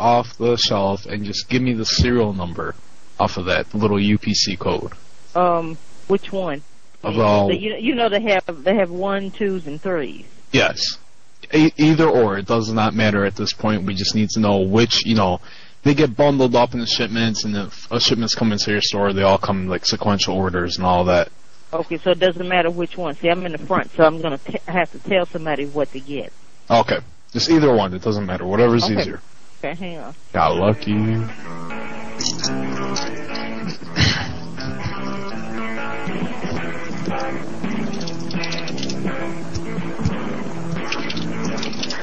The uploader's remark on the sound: RBCP's Personal Prank Phone Calls Collection